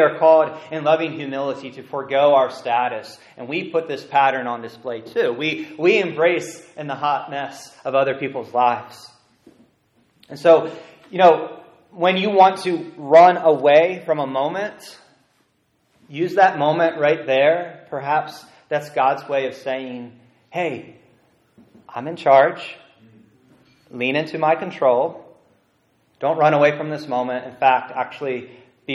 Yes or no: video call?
no